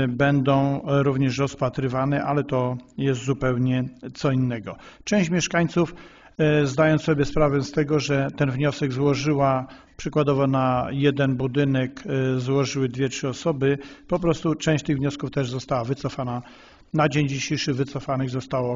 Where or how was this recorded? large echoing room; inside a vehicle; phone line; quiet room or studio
large echoing room